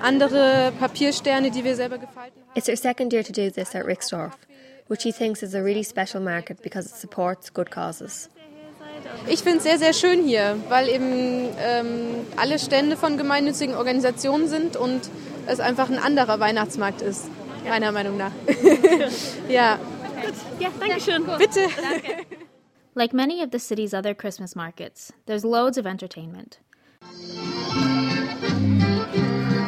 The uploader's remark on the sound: The sights, sounds and history of the Old Rixdorf Christmas Market. For just one weekend during the advent season, the Rixdorf Christmas market draws people from all over the city with its mixture of traditional crafts, entertainment and, of course, glühwein (German mulled wine).